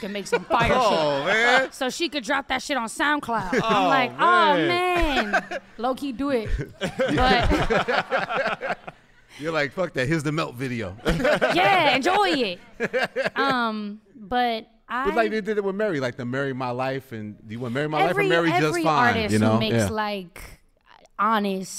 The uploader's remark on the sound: In front of a LIVE audience.